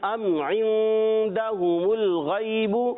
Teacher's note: میم ساکن میں عین آ رہا ہے تو غنہ نہیں ہوگا